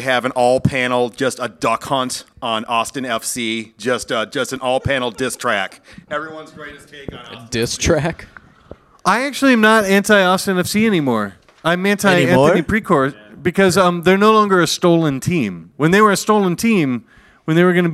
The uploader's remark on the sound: performed live at the Black Hart of St.